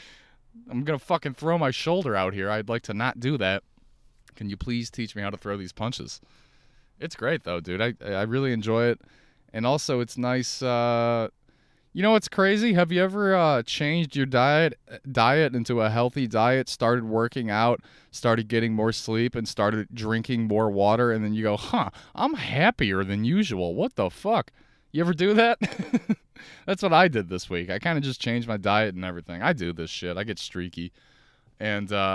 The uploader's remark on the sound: Listen to me talk in my car.